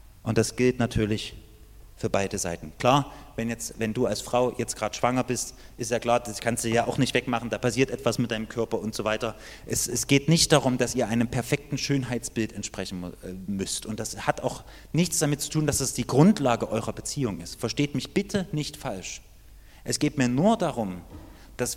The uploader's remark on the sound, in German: Die Predigt ist aus dem Gottesdienst vom 7.